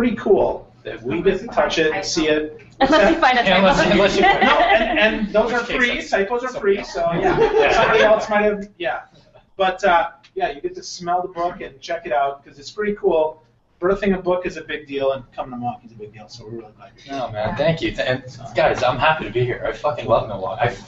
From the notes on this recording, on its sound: First LIVE event sharing the stage with our featured guest. In front of a LIVE audience. We were not sure how it would go given we were streaming the Google Hangouts On Air like we do every Tuesday, while addressing a great group of people in the room.